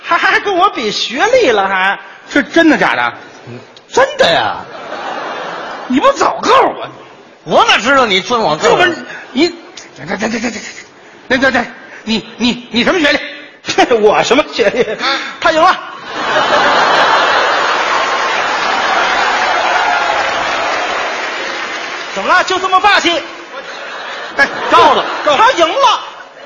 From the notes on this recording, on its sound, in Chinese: 在《欢乐喜剧人》舞台上表演的节目。